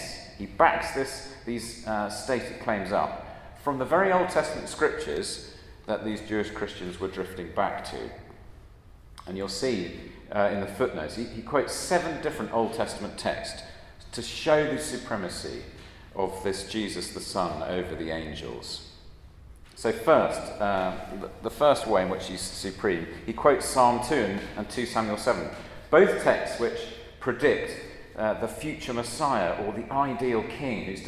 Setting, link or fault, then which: setting, large echoing room